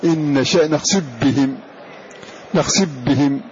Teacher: يدغم هذه الفاء في الباء في هذا اللفظ